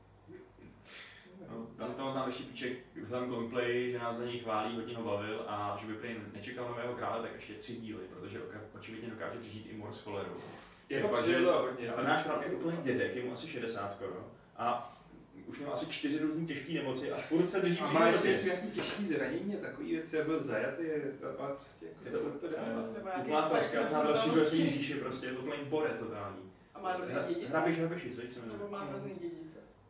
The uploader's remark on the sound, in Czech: Omlouváme se za sníženou kvalitu zvuku